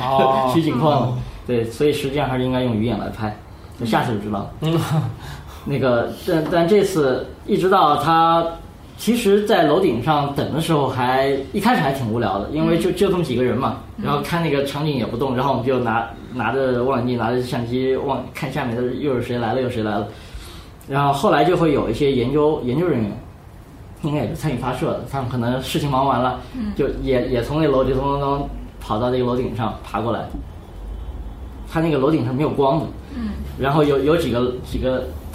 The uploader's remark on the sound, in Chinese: 本期节目为在张大妈办公区用录音笔录制，可能有街道上的杂音，请见谅。